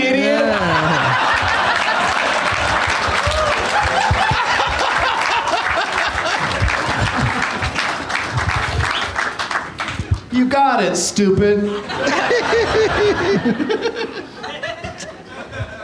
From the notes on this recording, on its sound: Live from Zanies in Nashville